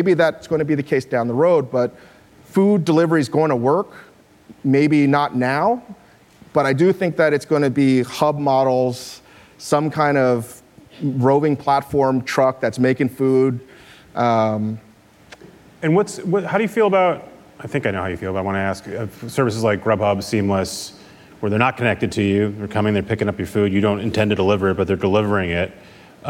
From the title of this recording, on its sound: Live at Code 2018